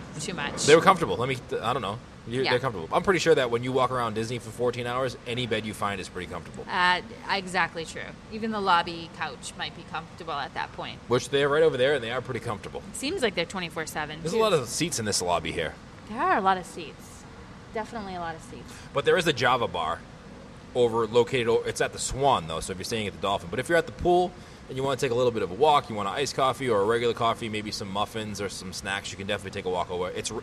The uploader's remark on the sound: Live From The Swan and Dolphin Resort